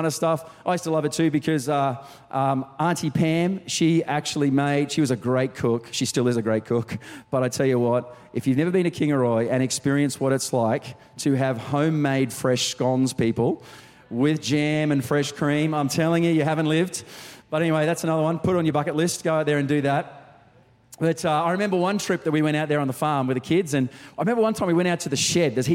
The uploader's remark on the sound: Recorded during our 5pm service on Sunday, the 3rd of December 2023